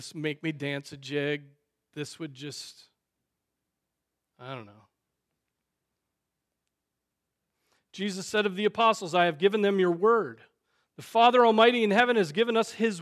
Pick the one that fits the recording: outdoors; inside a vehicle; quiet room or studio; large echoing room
large echoing room